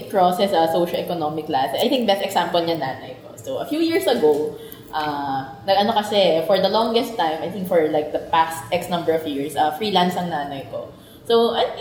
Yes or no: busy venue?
yes